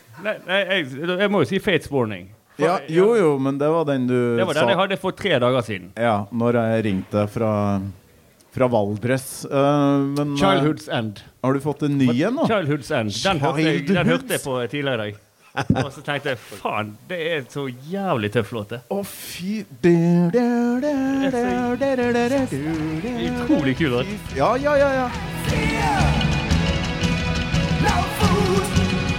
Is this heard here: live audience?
yes